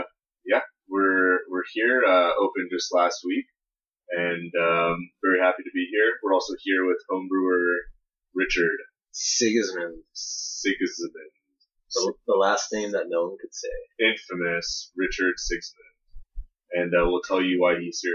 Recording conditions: poor sound quality